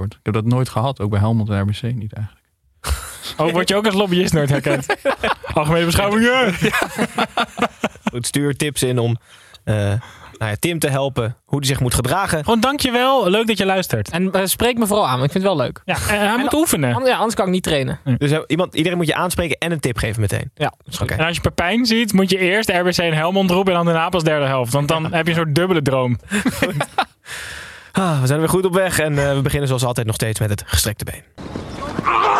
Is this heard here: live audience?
no